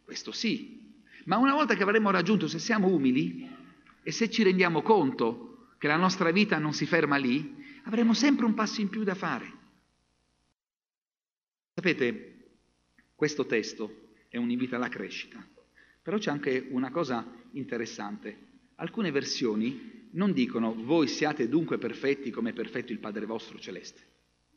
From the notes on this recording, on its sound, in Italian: Registrazioni dal vivo dalle comunità avventiste in Italia.